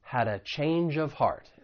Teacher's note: For pronunciation, once again, more linking. We can link that first phrase, had a, as well as that second phrase, change of.